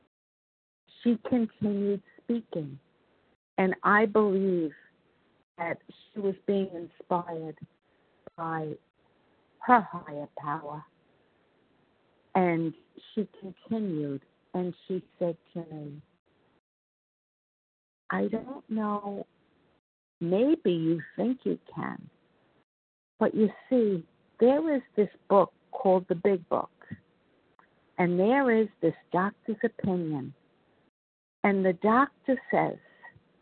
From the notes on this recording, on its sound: 100 Pounders Phone Meeting, 8/18/23.